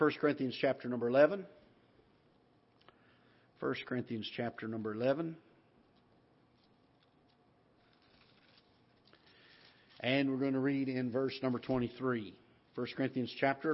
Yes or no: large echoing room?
yes